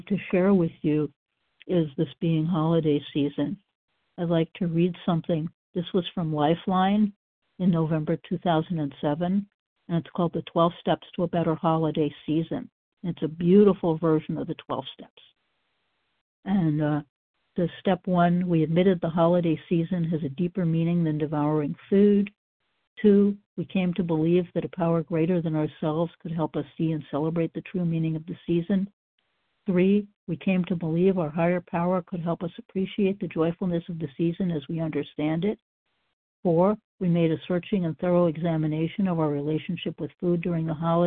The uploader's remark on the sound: qualification from the 100 Pounders Phone Meeting